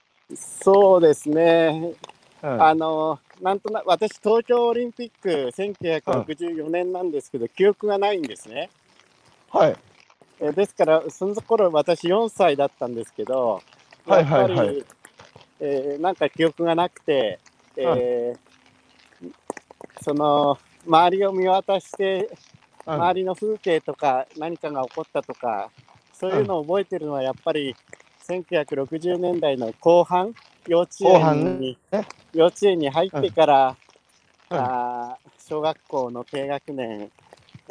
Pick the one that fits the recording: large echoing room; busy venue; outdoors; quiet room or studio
outdoors